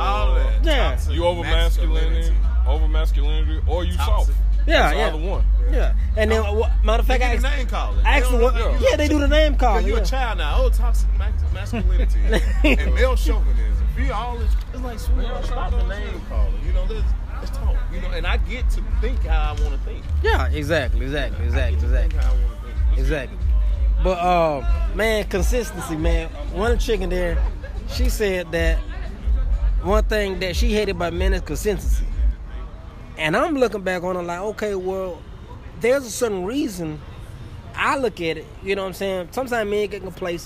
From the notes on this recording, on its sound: LIVE!! On location of Bizarre Coffee Shop and Bar, located 217 22nd Street Birmingham Alabama 35203 where Bizarre is celebrating their one year operating anniversary!! We’re in good company as the festivities are going.